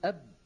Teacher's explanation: لما نقول أب نجد بأنه لا يمر ولا ذرة نفس